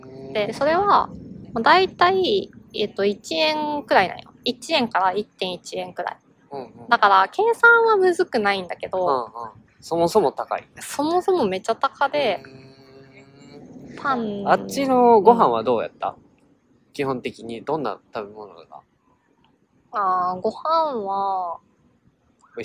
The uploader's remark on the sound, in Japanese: In 奈良公園。対面収録（初！）場所は奈良公園。鹿はめっちゃ泥浴びしてるし、カラスは鳴くし。